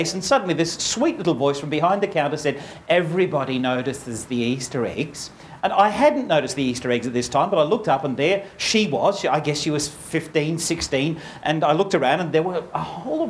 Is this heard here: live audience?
yes